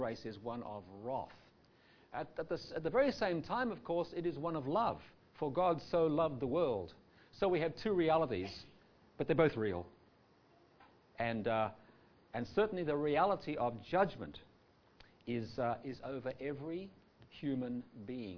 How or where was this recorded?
live audience